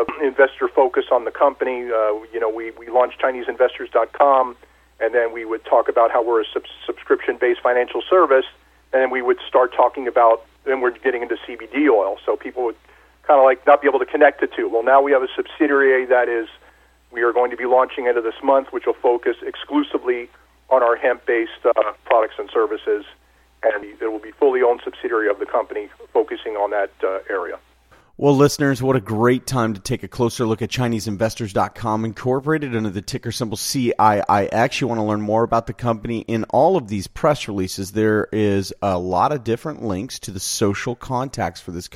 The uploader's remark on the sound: called in to SmallCapVoice.